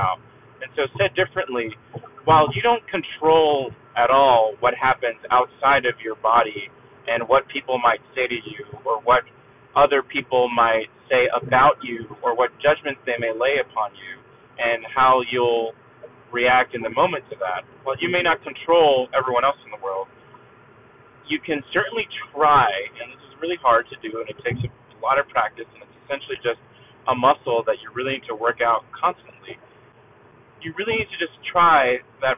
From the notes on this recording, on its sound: thanks for sitting through the car audio quality